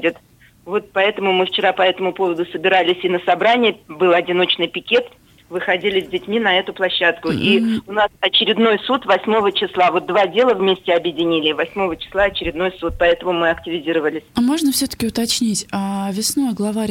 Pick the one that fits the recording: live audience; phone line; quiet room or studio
phone line